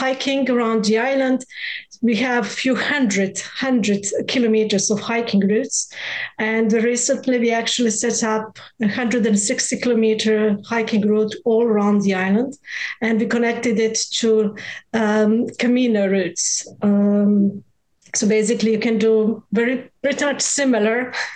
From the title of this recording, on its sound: Virtual RoadShows Panel